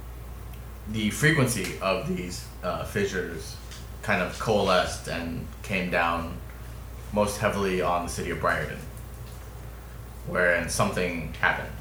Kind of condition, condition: fault, background noise